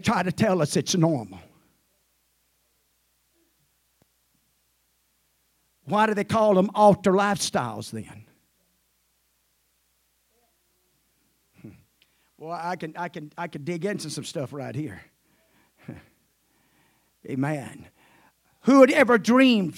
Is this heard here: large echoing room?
yes